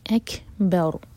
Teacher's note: فیعذبہ اللہ العذاب الاکبر، لام ساکن بجھر کا نہ ہو، حمزہ لائٹ ہوگا، اک کیف پر حمز، سانس جاری رکھیں گے، اکبر، با لائٹ اور رو ساکن پر رکیں گے تو رو ساکن ہیوی ہوگا